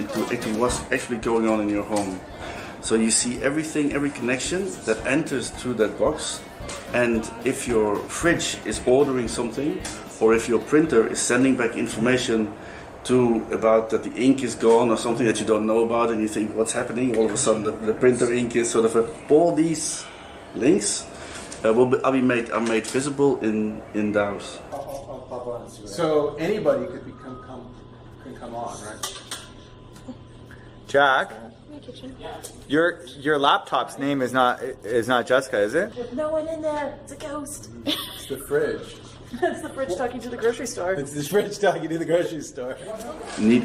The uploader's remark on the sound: Interviews made at various events. From the Off-the-Cloud space at Transmediale in Berlin to the workshop at the Live Performer Meeting in Amsterdam.